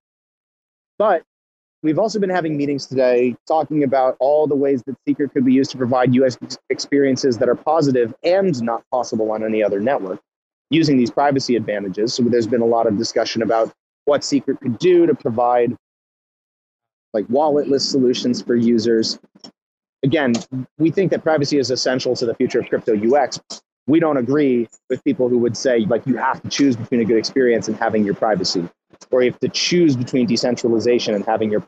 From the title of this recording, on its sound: Secret Spaces: Live from Mainnet 2022 by Messari